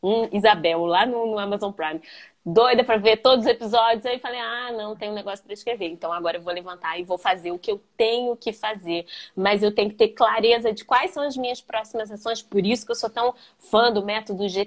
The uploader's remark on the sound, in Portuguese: Esse episódio é referente a live do Instagram, realizada em 26/8/2020